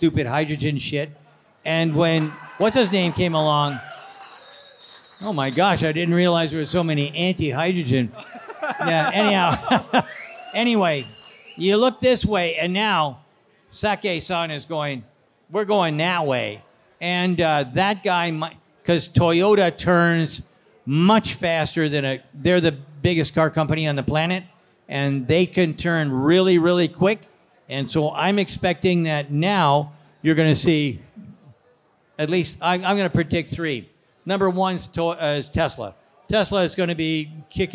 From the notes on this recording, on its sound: Tesla Investor Day Panel at Clive Bar.